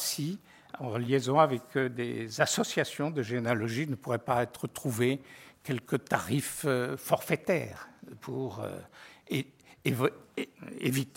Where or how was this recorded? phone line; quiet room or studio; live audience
live audience